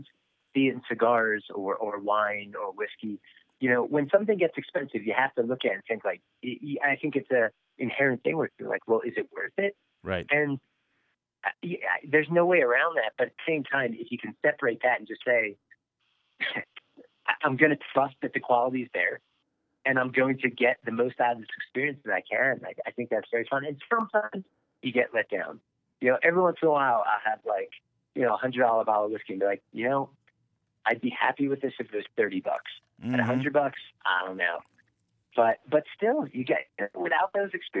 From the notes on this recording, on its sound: Our first ever over the phone podcast. From Buena Vista Co.